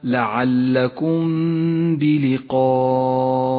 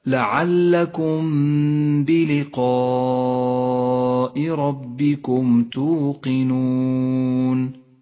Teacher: نخفي الميم بالباء مع بقاء غنة للميم زمنها 2 حركات، ولذلك ميزت الميم باللون الأخضر إشارة إلى موقع الغنة، ولكن لا تجافي بين شفتيك عند نطقها ولا تضغط عليهما بل توسط في ذلك هكذا: لعلكم بلقاء ربكم توقنون. · Term: الإخفاء الشفوي